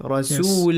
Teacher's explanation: You do not recite Tanween anymore. You just keep the Fatha with Alif.